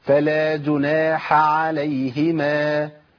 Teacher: لازم ابين مخرج الحاء لوحده ومخرج العين لوحده